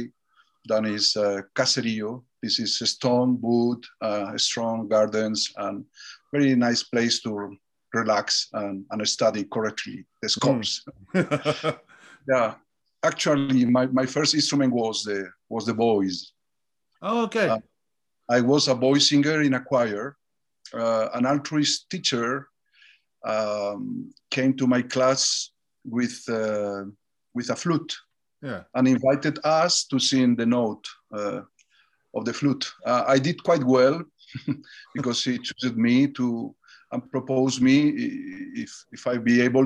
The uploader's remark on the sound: This interview was recorded on 23rd February 2021 via Zoom.